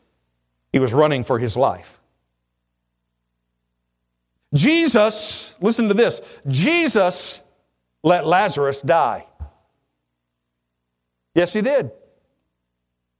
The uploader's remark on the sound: at Victorious Life Church of God during the 11am Sunday morning service on February 5, 2017